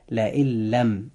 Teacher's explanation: نجد أن في هذا المثال النون الساكنة الموجودة في لئن جاءت بعد هذه النون الساكنة اللام الموجودة في حرف لم، ووقوع اللام بعد النون الساكنة وهو حرف من حروف الإدغام بغير غنة، فهنا يجب أن ننطق هذه الجملة هكذا: لئن لم.